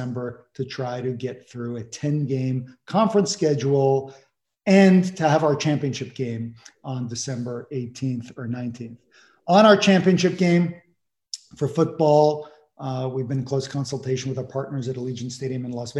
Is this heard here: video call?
yes